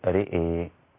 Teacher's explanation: في كلمة رأى أمال شعبة الراء والهمزة معا فتصير رئي هكذا